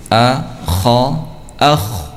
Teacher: harus dibaca tebal karena terangkatnya, ya, terangkatnya lisan ke langit-langit, ya. Maka secara otomatis akan terbaca dengan tebal, ya. · Term: bacaan tebal